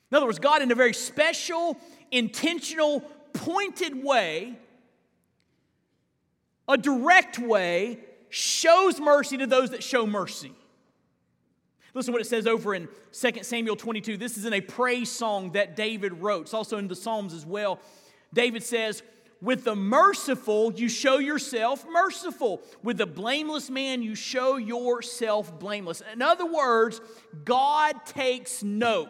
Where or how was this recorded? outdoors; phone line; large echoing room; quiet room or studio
large echoing room